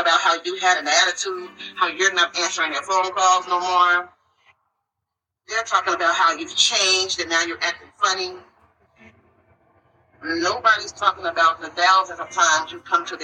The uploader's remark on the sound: The audio quality is poor. Unedited and Raw.